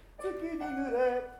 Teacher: 月にっていう言葉はね、母音を入れないんです